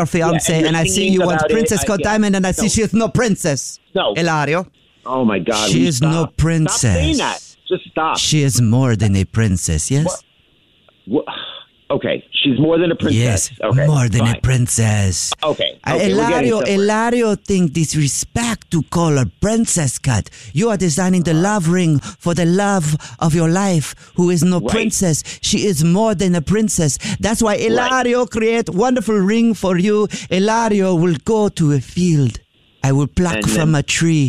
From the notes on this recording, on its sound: Phone Prank